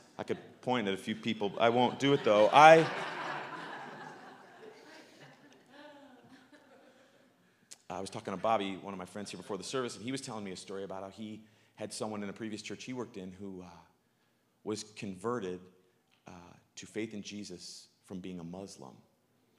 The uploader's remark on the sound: live from good news in the neighborhood, a new church